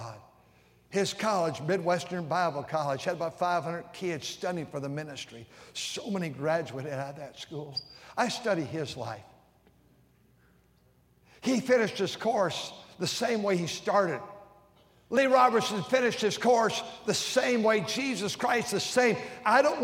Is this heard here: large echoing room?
yes